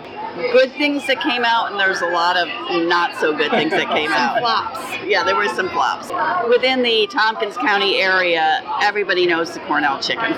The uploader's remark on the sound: Recorded August 2018 at the New York State Fair